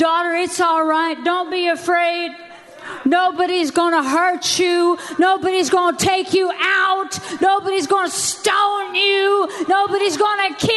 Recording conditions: large echoing room